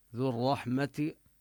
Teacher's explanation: تدغم هنا اللام بالراء لأن الراء ليست من حروف إبغي حجك وخف عقيمة، بل هي من الحروف الشمسية، ذو الرحمة بالوصل، أما بالوقف